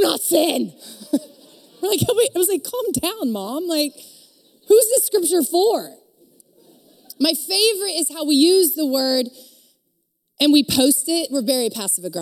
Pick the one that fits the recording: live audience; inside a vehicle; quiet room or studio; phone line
live audience